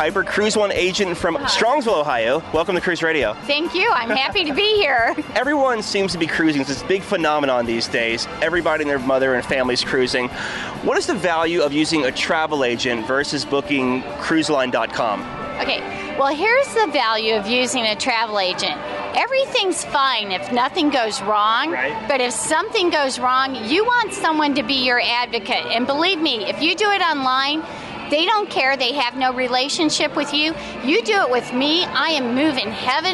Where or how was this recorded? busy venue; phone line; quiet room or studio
busy venue